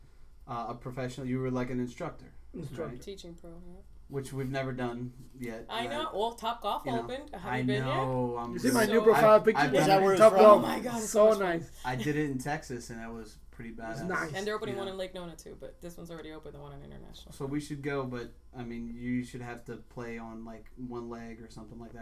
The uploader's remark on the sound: Excuse the sound quality.